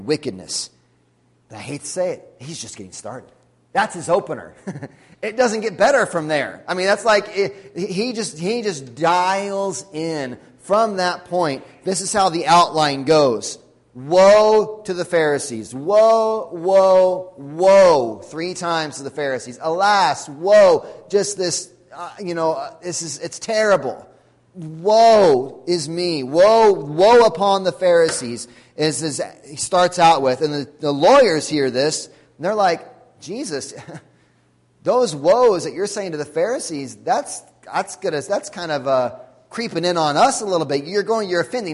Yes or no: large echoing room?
yes